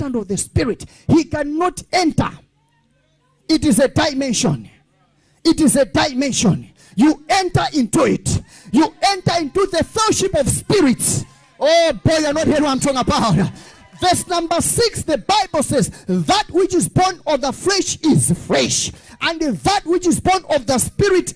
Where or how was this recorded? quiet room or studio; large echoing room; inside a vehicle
large echoing room